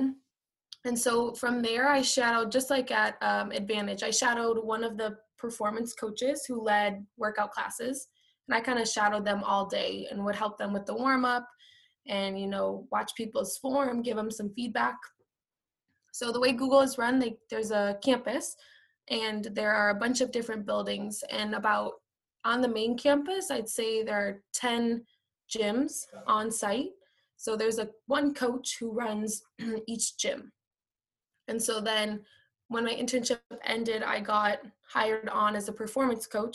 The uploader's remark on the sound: This is the audio from a virtual presentation.